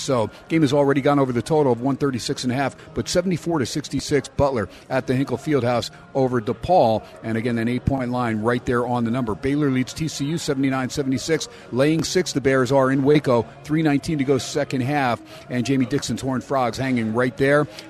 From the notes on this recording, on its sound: "Live" from Steiner's Pub in Las Vegas.